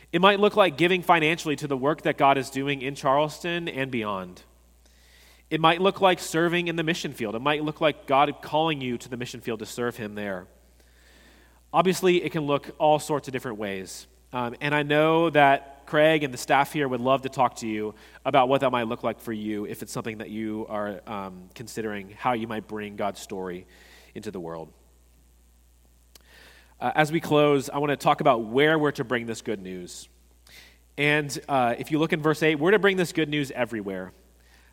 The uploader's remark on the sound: At Redeemer Presbyterian Church in Charleston, SC, we enjoyed a sermon